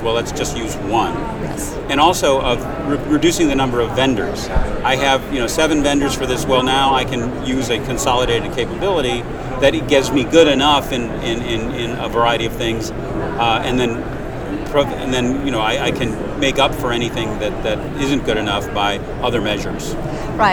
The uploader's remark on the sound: while both were at the RSA 2019 Conference